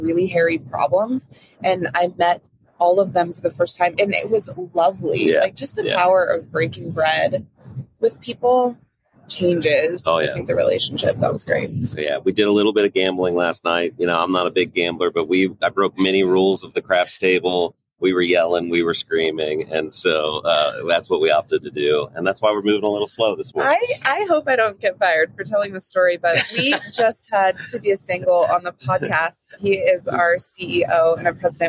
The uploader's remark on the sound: Live from Las Vegas. Live from Adobe Summit in Las Vegas.